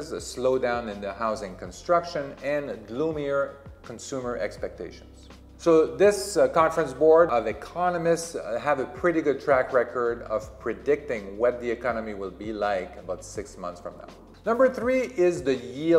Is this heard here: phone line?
no